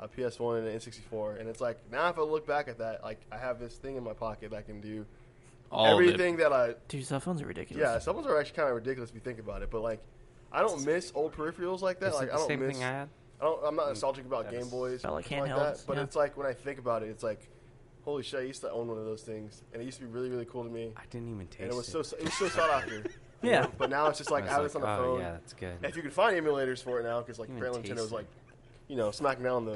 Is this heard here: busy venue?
yes